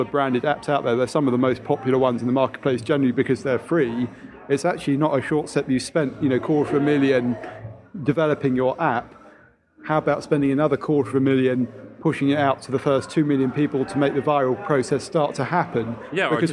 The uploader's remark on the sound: This week we're 'live' from Nokia's Summer Party near Trafalgar Square